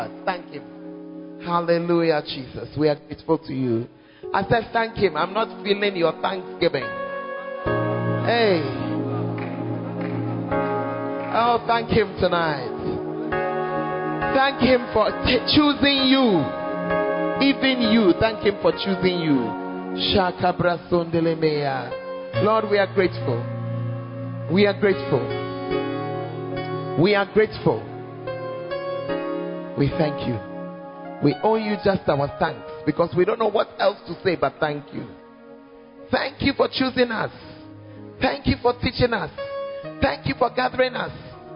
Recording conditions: live audience